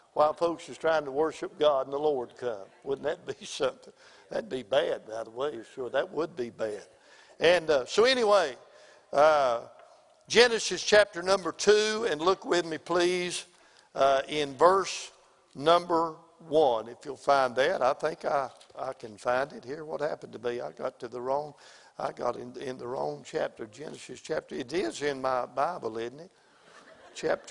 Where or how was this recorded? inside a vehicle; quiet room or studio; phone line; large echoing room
large echoing room